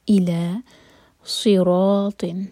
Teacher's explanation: صاد heavy, را heavy, طا heavy, تینوں کو منہ بھر کر پڑھیں گے